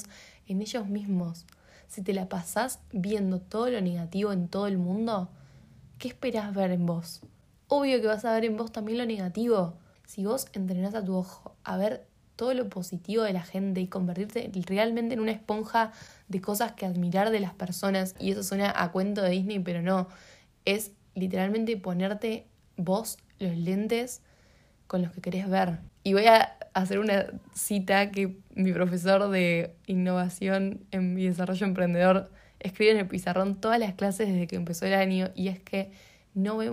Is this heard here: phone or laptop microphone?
yes